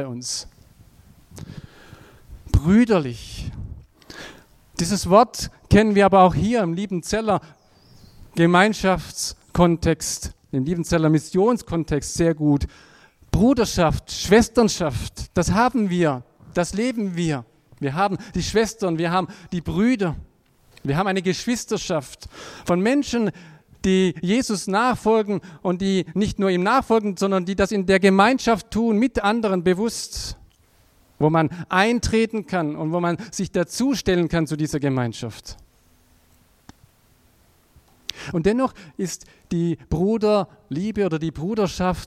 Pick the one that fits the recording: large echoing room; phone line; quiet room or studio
large echoing room